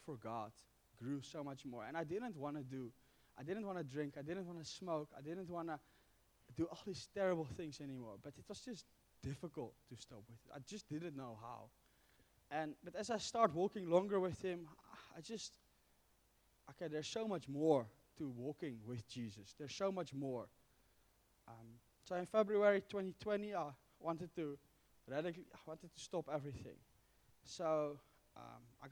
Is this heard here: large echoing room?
yes